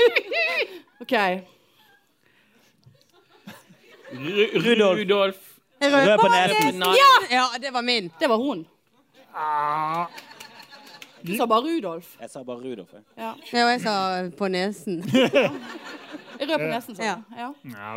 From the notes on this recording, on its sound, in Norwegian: LIVE på Lille Ole Bull. Rett før jul hadde pikene liveshow.